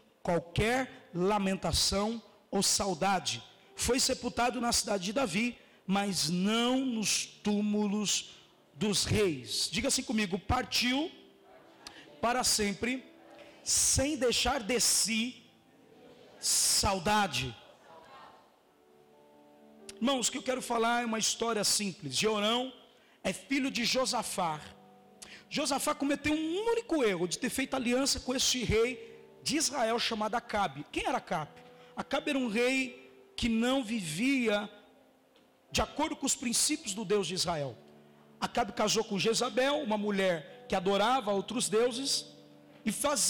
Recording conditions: large echoing room